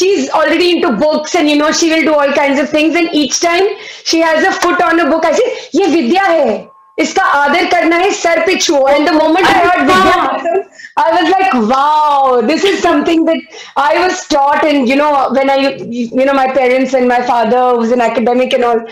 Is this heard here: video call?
yes